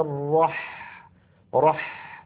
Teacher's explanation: الحاء ساكنة وهي حرف رخو، إذا يجب أن يكون زمن الحاء مساويا لزمن بس، زمن السين التي تقدمت، لأنهما نظيران.